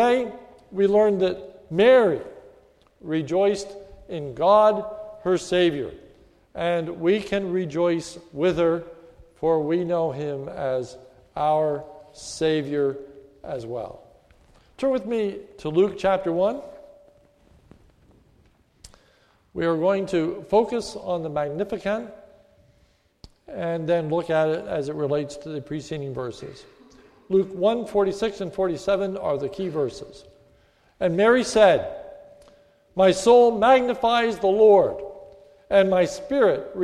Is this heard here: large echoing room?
yes